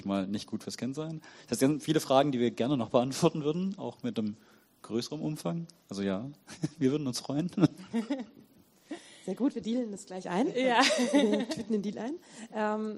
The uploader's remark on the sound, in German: Vortrag und Podiumsdiskussion.